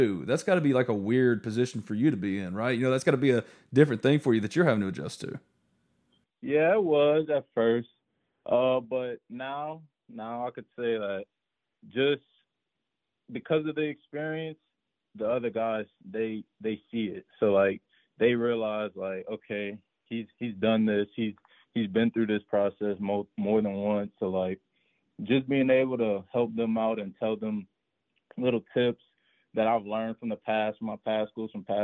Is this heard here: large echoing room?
no